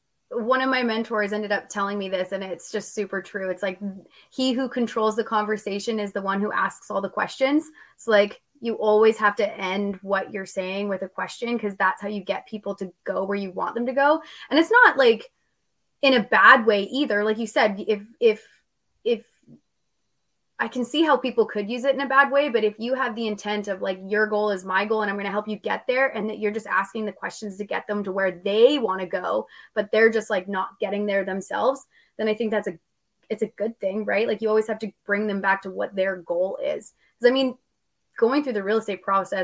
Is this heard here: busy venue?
no